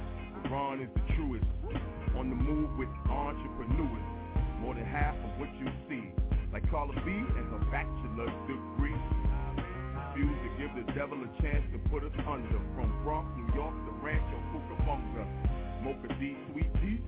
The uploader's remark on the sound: Opens the phone lines to discuss the legacy of the Civil Rights Movement.